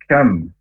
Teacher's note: huruf kaf makhrajnya dari pangkal lidah agak ke depan, hamas atau berdesis